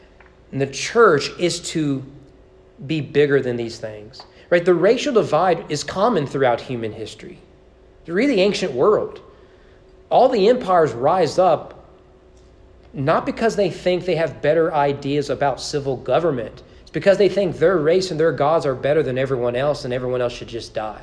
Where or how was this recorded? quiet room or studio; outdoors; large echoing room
large echoing room